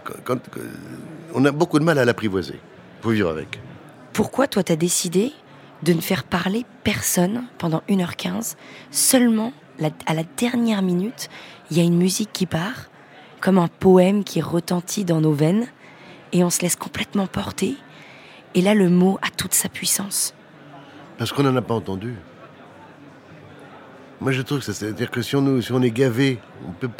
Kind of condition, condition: setting, busy venue